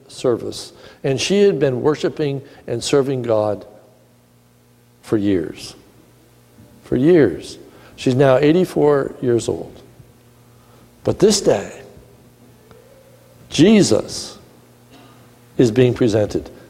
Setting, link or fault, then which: setting, large echoing room